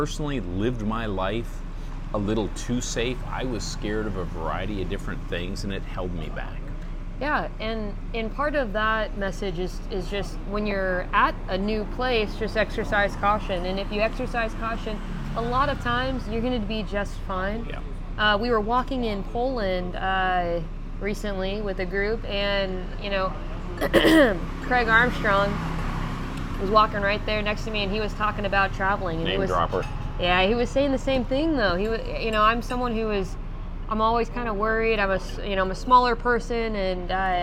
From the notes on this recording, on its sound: Enjoy the city sounds of Chiang Mai, Thailand whilst the docs enjoy a spicy meal.